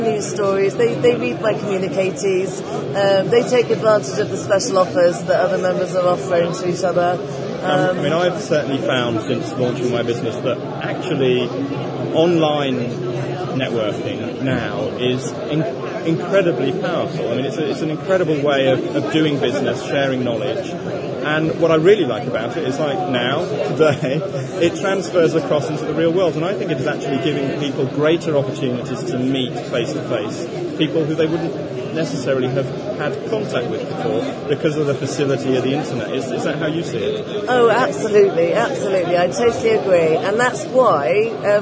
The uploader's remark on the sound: Live from the Business Startup Show